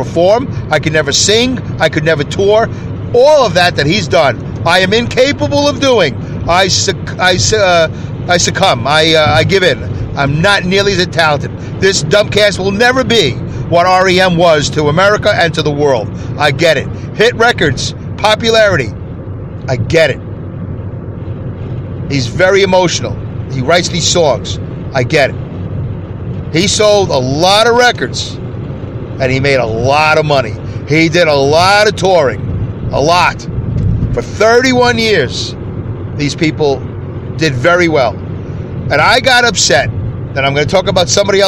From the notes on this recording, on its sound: I record my show from my car as I drive to and from work